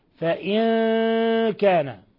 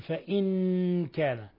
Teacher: فإن كان هنا إخفاء حقيقي، نون ساكنة جاء بعدها الكاف، والكاف من حروف صف ذا ثنى، الحكم التجويدي إخفاء حقيقي · Shown in: first take · فإن كان، ولا نشدد فنقول فإن كان، والتشديد يكون بإلصاق طرف اللسان مع أصول الثنايا العليا، هنا يتحقق التشديد، وحتى لا يقع التشديد فلابد من المجافاة، مجافاة طرف اللسان عن أصول الثنايا العليا.